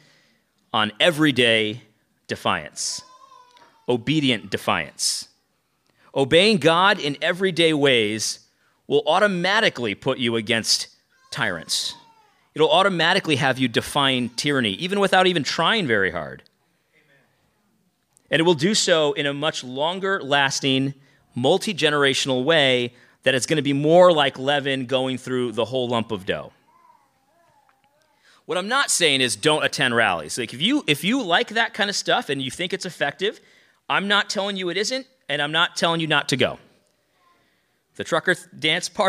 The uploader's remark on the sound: lecture from our recent conference